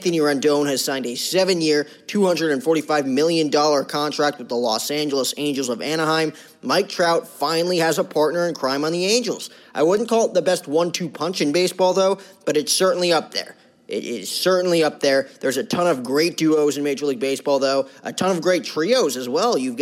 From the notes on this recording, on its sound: Coverage of the MLB Winter Meetings LIVE from San Diego